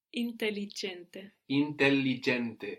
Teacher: We have two L's there and we pronounce them both.